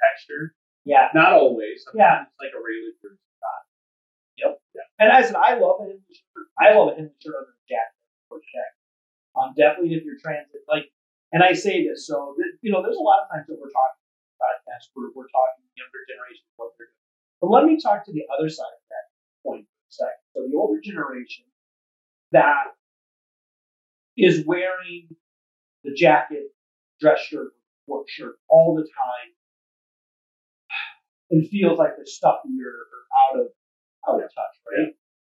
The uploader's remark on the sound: Wanky Audio. We had some unfortunate audio issues. Apologies for blowing out your eardrums.